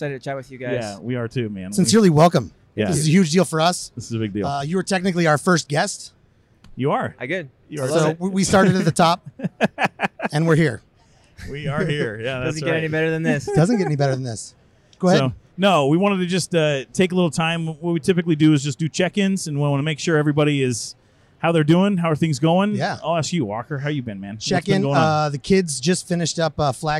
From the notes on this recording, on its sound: AIA 2019 Interview. Live from AIA 2019 our first interview is in the books.